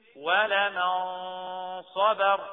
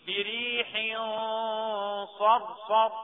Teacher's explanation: قولوا لا مفخمة، لان الصاد اهي من حروف خصة ضغط القيض، اجت ورا النون المعراة دهيت او الساكنة المعراة في حكم الإخفاء، فتبقى الغنة هنا مفخمة